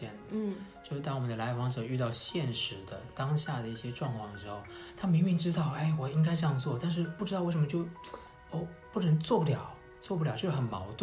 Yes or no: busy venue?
no